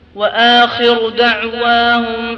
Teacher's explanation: رقق الخاء يعني لا يبقى فيها إلا أصل التفخيم بس. وآخر يعني هي أشد ترقيقا من في اختلاف.